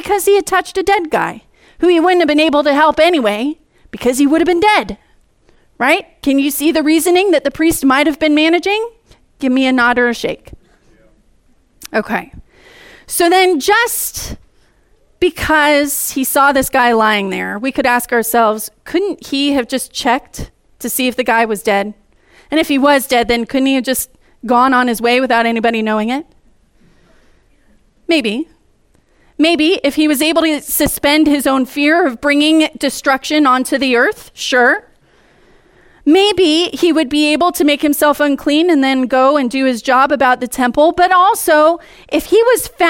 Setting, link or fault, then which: setting, large echoing room